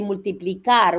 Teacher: We stress the last syllable more.